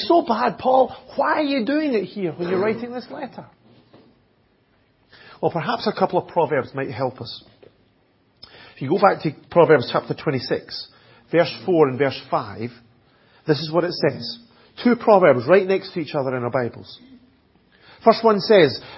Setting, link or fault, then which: setting, large echoing room